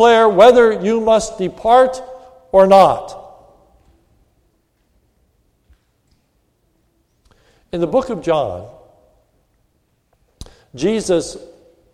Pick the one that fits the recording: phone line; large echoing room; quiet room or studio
large echoing room